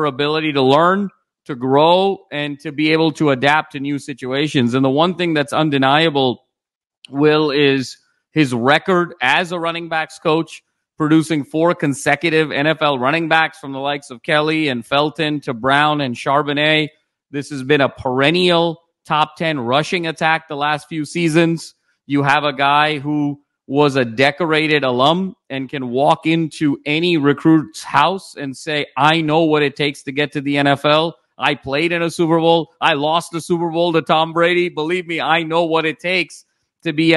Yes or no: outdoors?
no